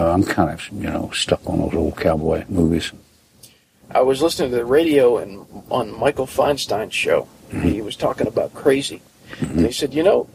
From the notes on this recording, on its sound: on the tour bus outside of The Tabernacle in Atlanta, Georgia